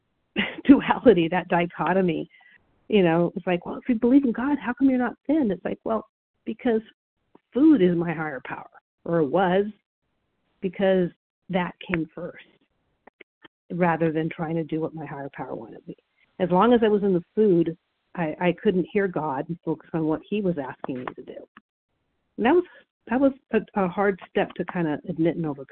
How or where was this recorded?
phone line